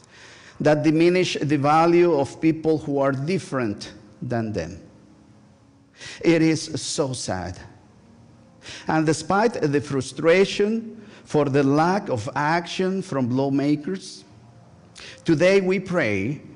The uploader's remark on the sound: Join First United Methodist Church of Pacoima for a special recorded live service on August 27, 2023. We are located at 12550 Van Nuys Blvd.